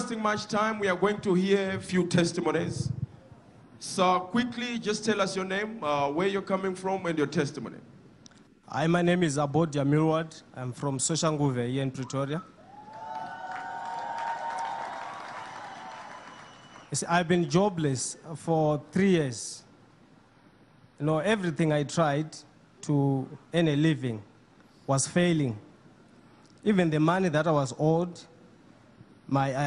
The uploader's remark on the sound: Sunday Live Service 21/05/17 | ECG CHURCH